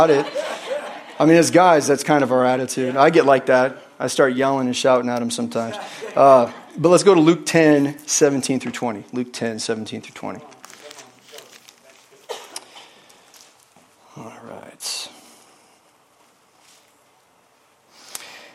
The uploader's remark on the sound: is from the Wednesday service on June 14, 2023 at Harvest Bible Church in Stockton, CA.